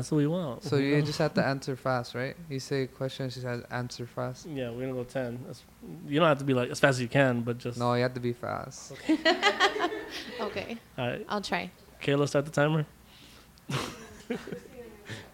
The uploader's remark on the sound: We got a live audience again!